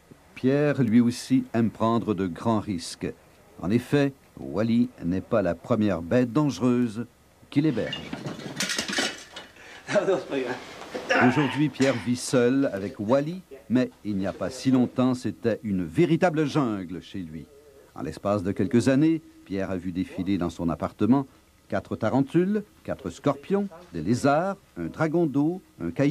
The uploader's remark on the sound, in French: Cette semaine Sous Écoute se transporte au festival ComediHa à Québec pour un épisode tout spécial.